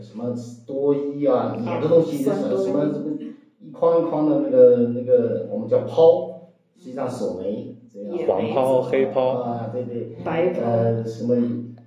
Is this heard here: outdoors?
no